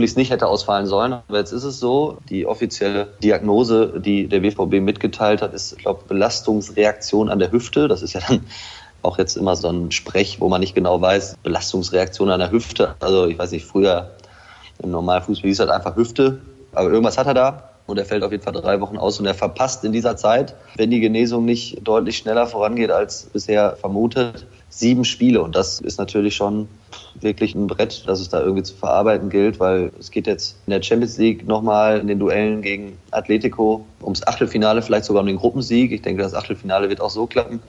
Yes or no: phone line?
no